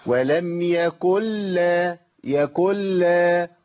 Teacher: لام هنا شددت بسبب الادغام. ما بقاش عندي نون بقى عندي لامين